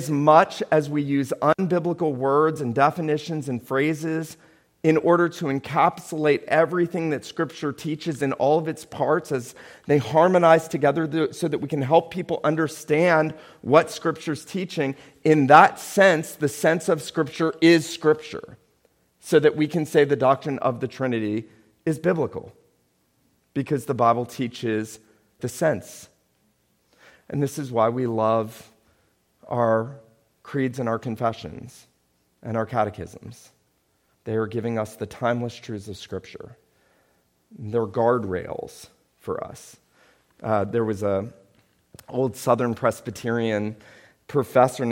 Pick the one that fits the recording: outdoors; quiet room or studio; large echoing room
large echoing room